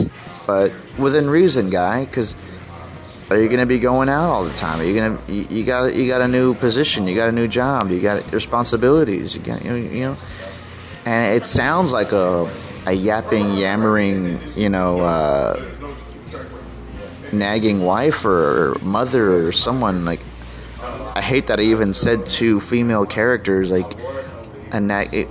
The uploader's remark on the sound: I chat on the outside patio